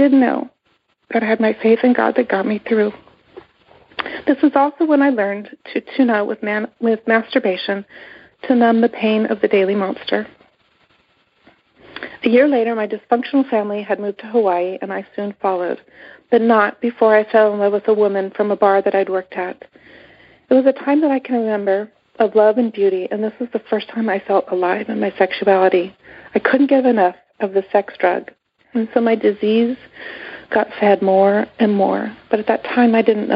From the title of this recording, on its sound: Monday Noon Phone Speaker Series